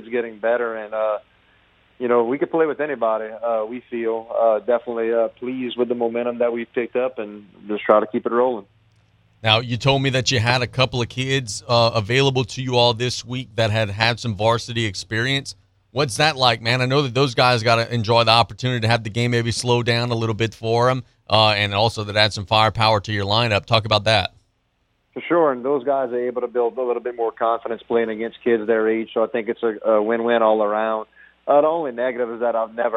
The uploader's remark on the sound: we go to the phone lines